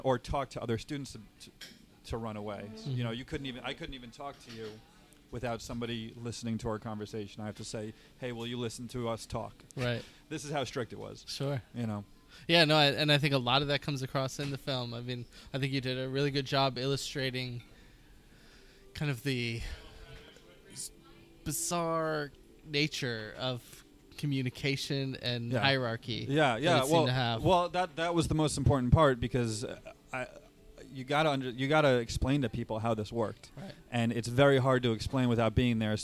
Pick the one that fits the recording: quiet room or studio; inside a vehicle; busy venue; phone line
busy venue